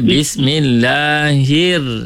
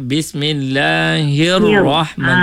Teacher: Terus tebal. Roh tu tebal sebab dia ada tanda tasydid. Dia sabdu dan fathah. · Shown in: second take